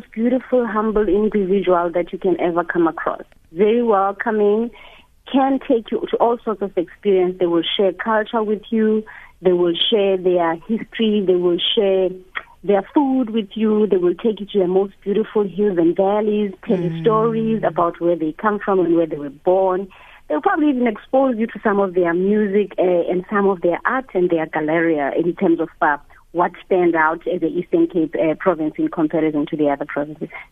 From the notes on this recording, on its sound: GUEST (phone)